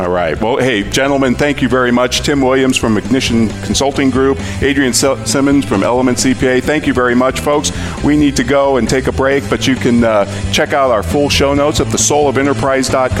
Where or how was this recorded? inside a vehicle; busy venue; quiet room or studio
busy venue